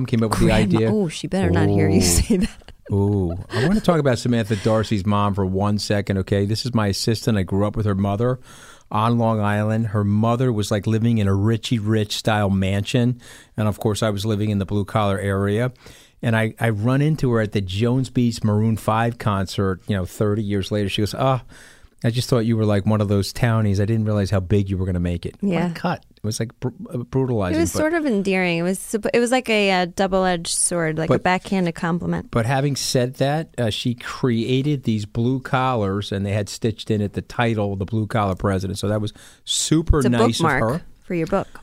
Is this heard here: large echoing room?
no